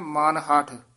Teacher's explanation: ਮਨ ਅਤੇ ਹਠ ਪਦ ਦੇ ਵਿੱਚ ਡੈਸ਼ ਦੇ ਕੇ ਉਚਾਰਨ ਕਰਨਾ ਦੋਵੇਂ ਪਦ ਪੋਲੇ ਹੀ ਬੋਲਣੇ ਹਨ ਹੱਠ ਨਹੀਂ ਕਹਿਣਾ ਹੈ